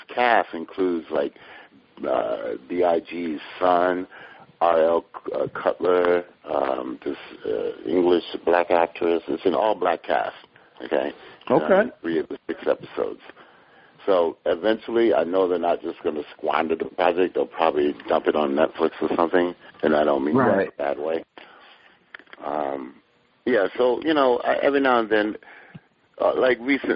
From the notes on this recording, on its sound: sits in on a phone conversation